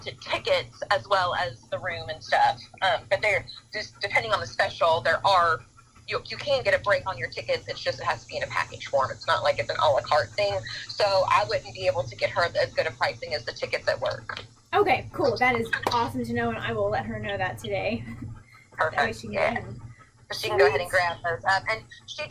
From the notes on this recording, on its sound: chats via phone